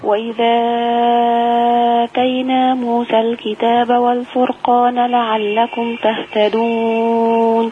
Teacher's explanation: لما تصلي موسى الكتاب ما فيهاش تقليل خلاص